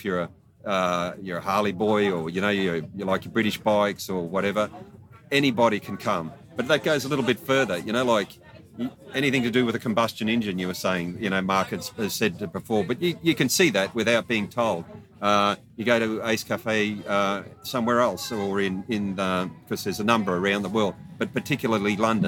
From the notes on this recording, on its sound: Recorded live in the paddock